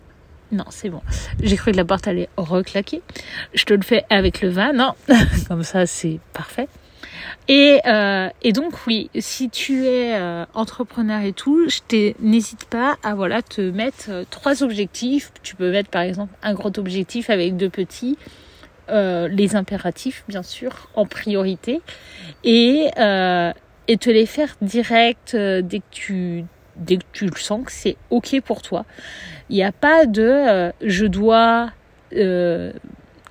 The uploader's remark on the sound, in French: L’épisode a été enregistré dans la forêt de Janas.